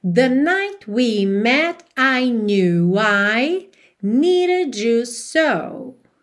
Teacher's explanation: você não consegue perceber os T's ali de night, met · Term: consoantes oclusivas